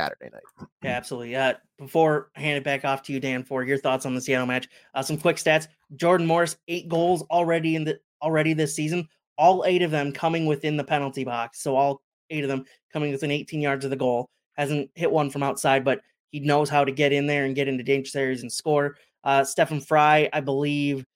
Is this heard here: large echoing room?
no